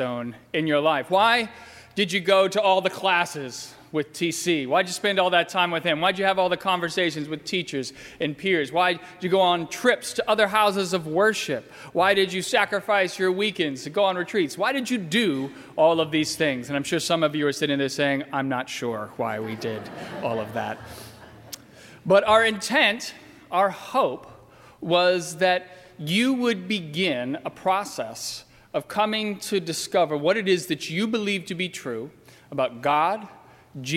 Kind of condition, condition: setting, large echoing room